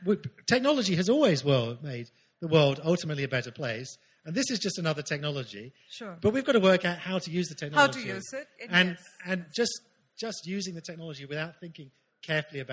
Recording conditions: live audience